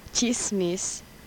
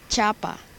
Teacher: The next set of sound segments will represent the palatal affricate.